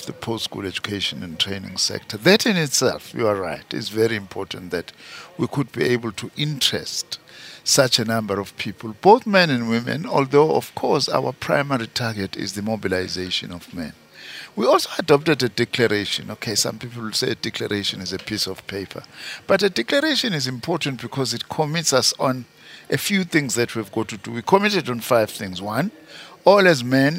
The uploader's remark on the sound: Live broadcast from Birchwood Hotel in Boksburg where Minister for Higher Education, Science and Innovation is hosting the inaugural Transforming MENtalities Summit.